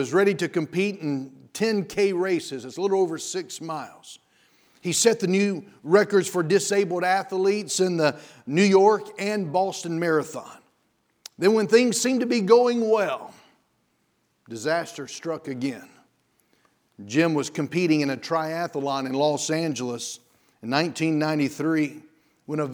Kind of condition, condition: setting, large echoing room